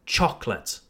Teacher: We don't pronounce the second O, just chocolate.